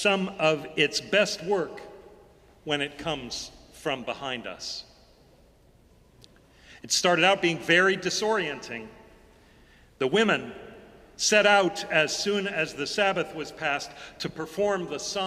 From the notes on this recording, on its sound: Sermons from Old South Church in Boston